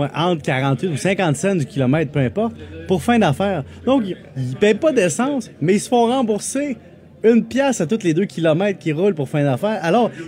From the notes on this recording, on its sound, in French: En direct du Salon de l'auto de Montréal